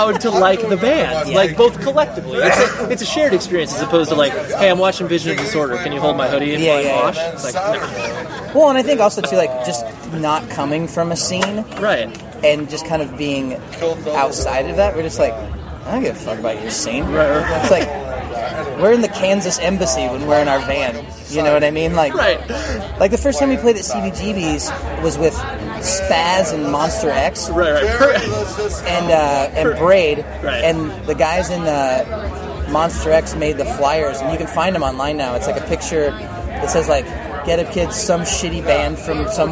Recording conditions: background noise